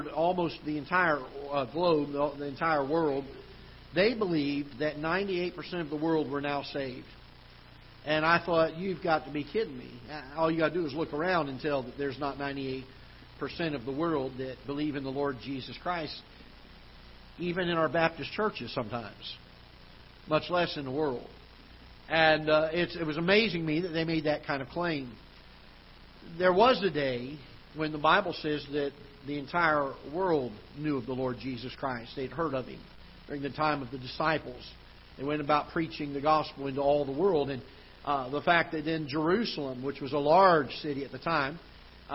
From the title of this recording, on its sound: Ketha Heights Baptist Church ~ Live Broadcast